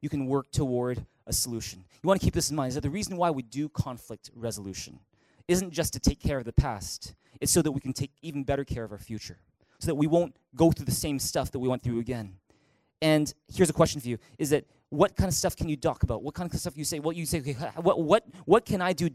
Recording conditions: large echoing room